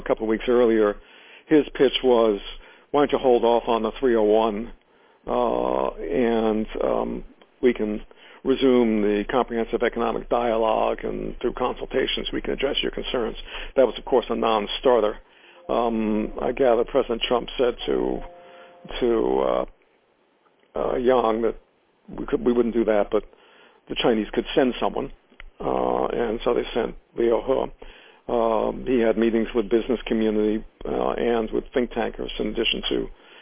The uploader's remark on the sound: In this brief excerpt from the teleconference